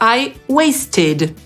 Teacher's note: Wystarczy końcówkę ed przeczytać wtedy jako id. Na przykład czasownik marnować to waste, kończy się na t właśnie, i zmarnowałam to I wasted.